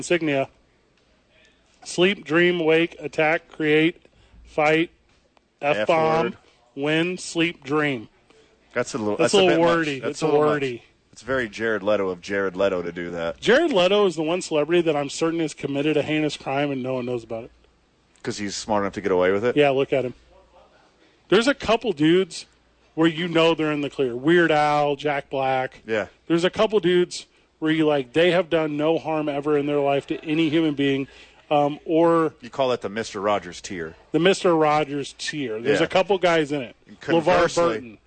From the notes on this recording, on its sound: Live from the YMCA.